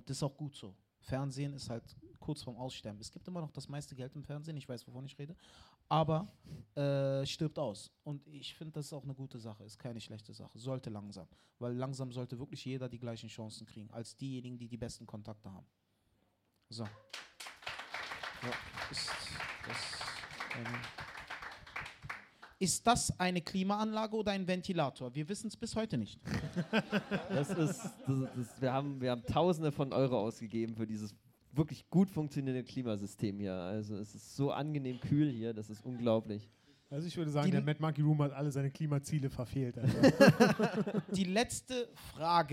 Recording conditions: live audience